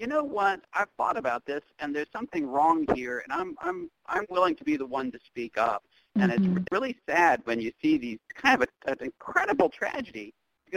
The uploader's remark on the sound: We phone interviewed the prosecutor of his case. This recording took place during the From Cradle to Cane Conference: Crimes Against Vulnerable Victims in Charleston, SC March of 2017.